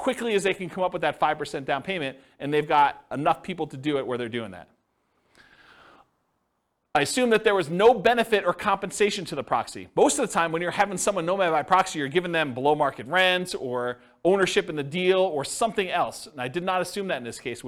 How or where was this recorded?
live audience